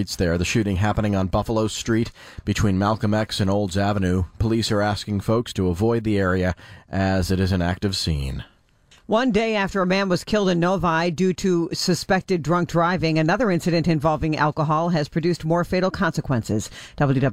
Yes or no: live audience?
no